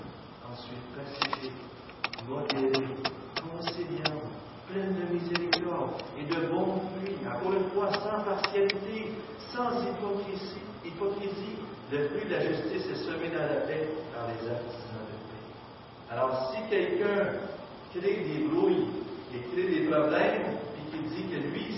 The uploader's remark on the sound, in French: Mauvaise qualité sonore